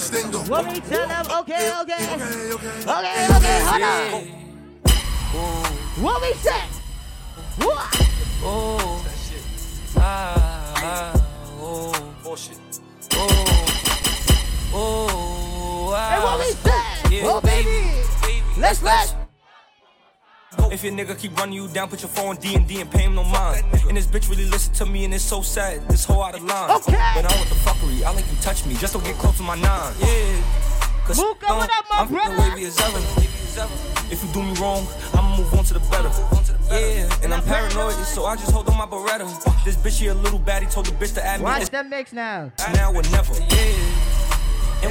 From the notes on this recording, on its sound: live set at Soulbaila in Hartford,CT.